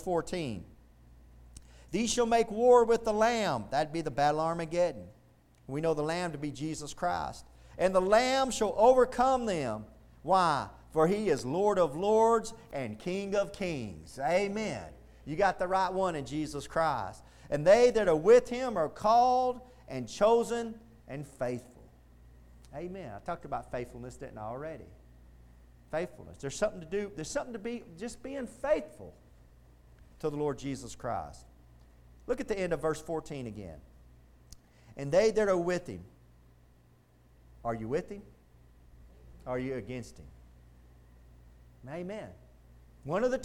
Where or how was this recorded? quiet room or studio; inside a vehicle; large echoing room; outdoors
large echoing room